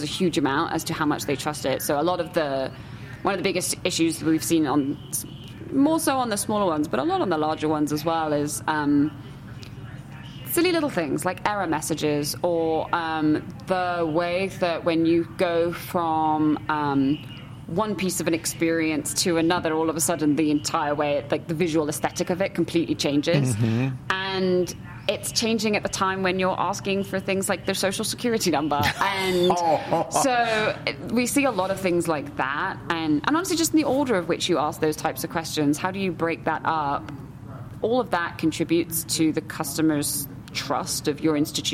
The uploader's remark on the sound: LIVE FROM MONEY 20/20. In a series of podcasts taped live at Money 2020 in Las Vegas.